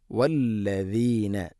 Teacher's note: നാവിൻ്റെ അറ്റം മുൻപല്ലുകളുടെ ഇരുനിരകൾക്കിടയിലൂടെ അല്പം പുറത്തോട്ട് നിൽക്കണം · Term: ദാലിൻ്റെ ഉച്ചാരണം